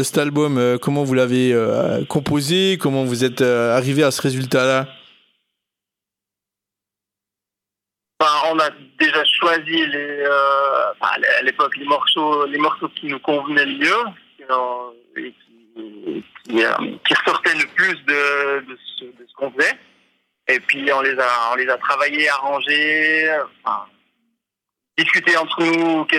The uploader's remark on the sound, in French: Interview (par téléphone). La technique ne nous remercie pas et le studio est resté dans son jus !